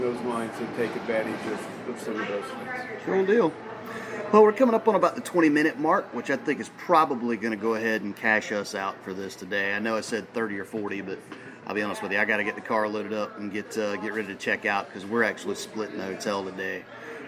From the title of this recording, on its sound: The guys check in from FantaSci 2021